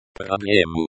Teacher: Problemu stresses on the second syllable.